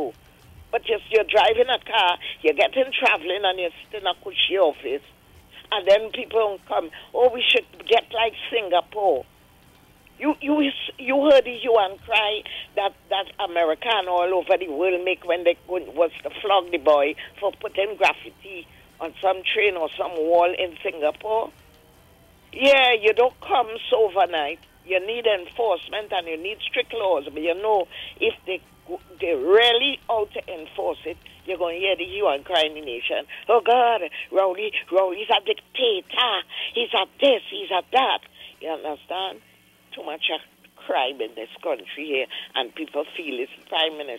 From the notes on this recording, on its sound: We take more calls from the audience.